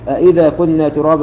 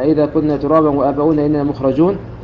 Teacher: فمثلا لو قرأ القارئ أئذا كنا ترابا مثلا، أئذا كنا ترابا وآباؤنا إننا مخرجون، فأراد أن يقرأ كلمة أئذا فإنه ينبغي ألا يختلس الهمزة الثانية التي هي الهمزة الأولى الأصلية بعد حذف همزة الاستفهام